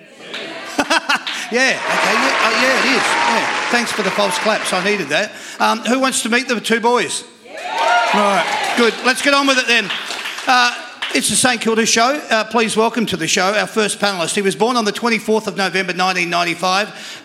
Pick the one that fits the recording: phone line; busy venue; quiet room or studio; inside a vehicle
busy venue